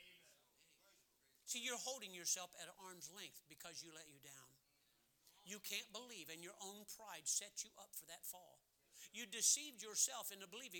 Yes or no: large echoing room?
yes